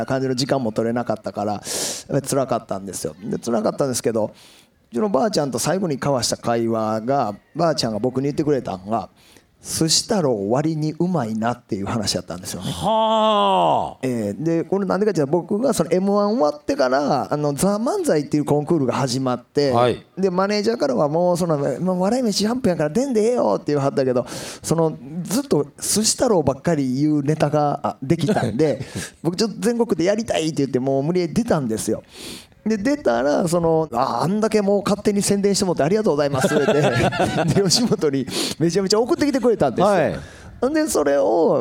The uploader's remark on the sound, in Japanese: 公開収録スペシャル in 東大寺！